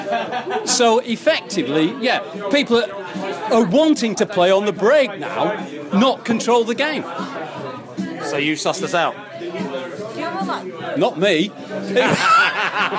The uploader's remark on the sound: post-match podcast from the pub